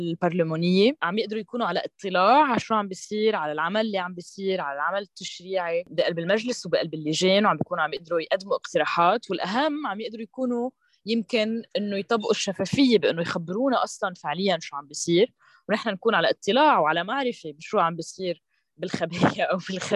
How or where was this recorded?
video call